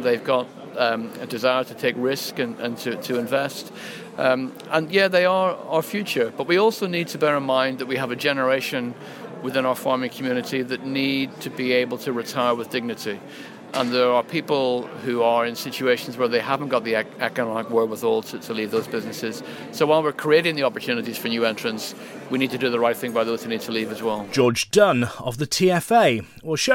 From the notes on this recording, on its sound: Highlights from the East of England Farming Conference